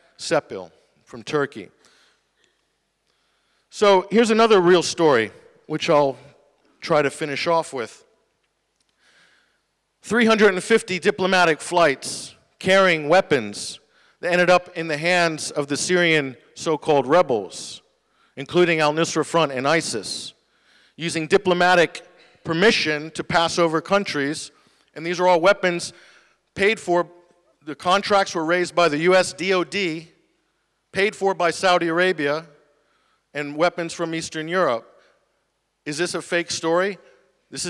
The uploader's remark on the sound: Talk at the Media on Trial event, October 19th, 2017.